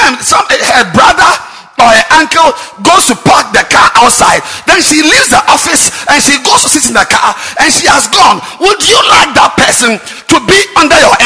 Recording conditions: large echoing room